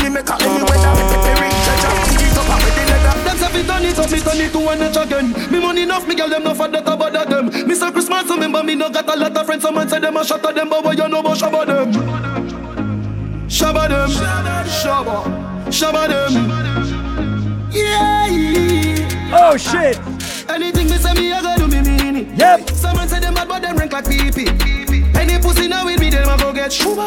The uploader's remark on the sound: Live Audio recording of my segment at Island Saturdays in Providence, RI on October 16th.